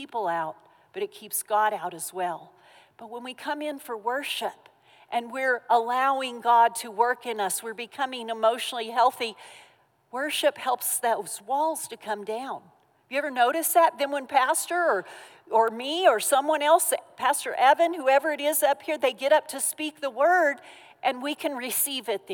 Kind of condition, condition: setting, live audience